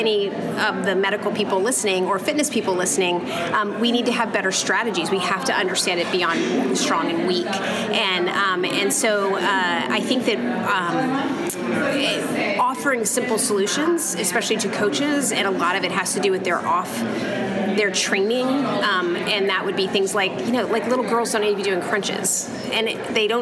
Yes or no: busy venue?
yes